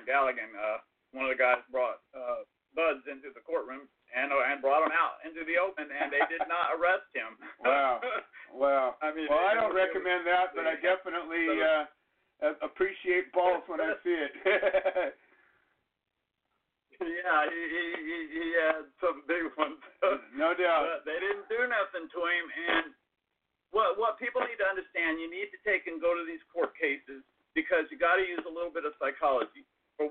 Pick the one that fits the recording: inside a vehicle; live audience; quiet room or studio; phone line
phone line